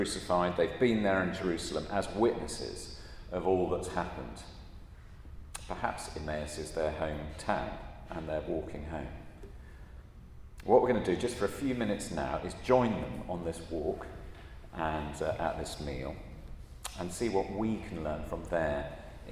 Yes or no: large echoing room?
yes